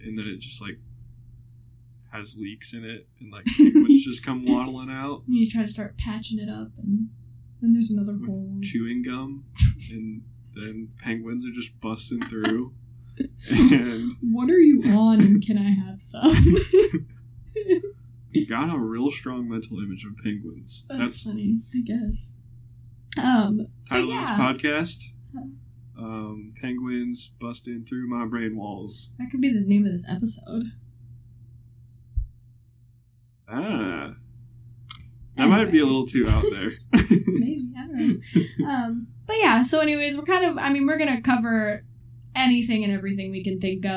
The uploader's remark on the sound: Bear with us as we learn how to record and edit real good.